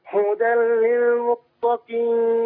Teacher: لما يجي التنوين ورا منه لام هتنطق اللام بس من غير ما نعلق لسنا عليها